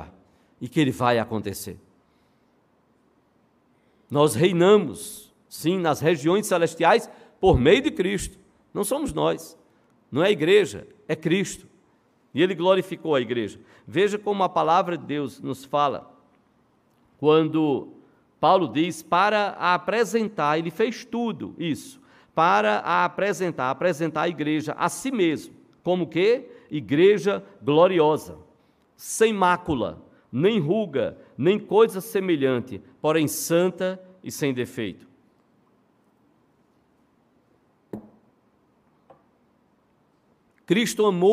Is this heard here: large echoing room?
yes